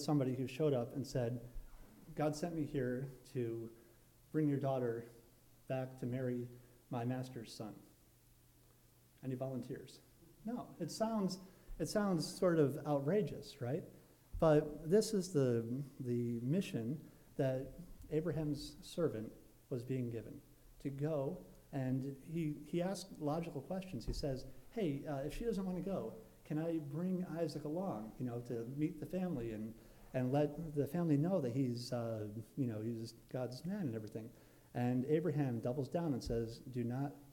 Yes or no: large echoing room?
yes